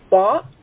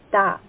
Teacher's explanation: you can feel when we recite ba that the mouth has a feeling of fullness and the back of the tongue is raised. · Shown in: first take · In contrast, we have the letter ta, which is light. · Term: heavy